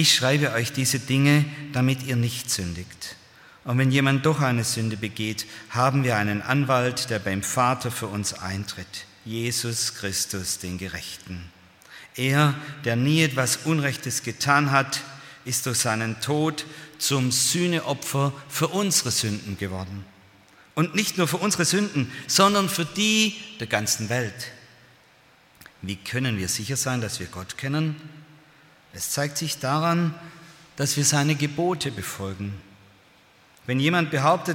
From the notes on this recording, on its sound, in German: aus dem Gottesdienst der Liebenzeller Mission